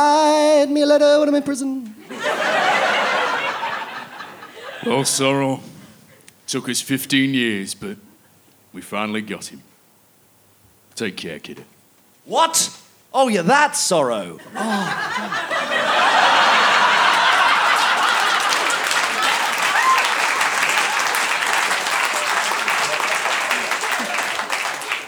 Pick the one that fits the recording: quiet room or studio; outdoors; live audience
live audience